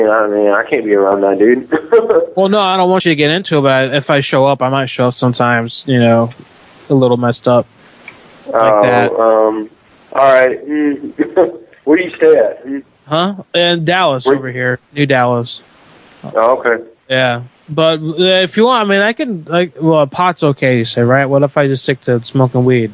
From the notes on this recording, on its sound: Prank Phone Calls Collection